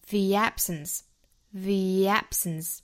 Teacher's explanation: of 做连读,the 变音成 the。我们说到 the 变音成 the 的情况都是因为后面有元音因素打头。那 absence 第一个因素呢是元音的梅花,a,a,所以 the 需要变音成 the,之后连读成 the absence, theabsence。那我们发现有一个小小的 ye,连在中间过渡这两个元音 · Term: 加耶